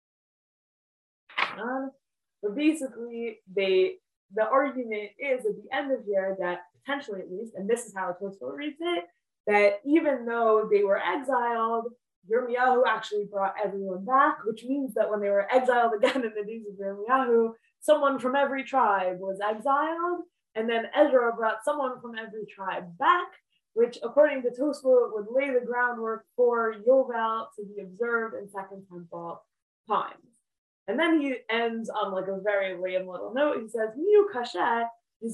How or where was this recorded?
video call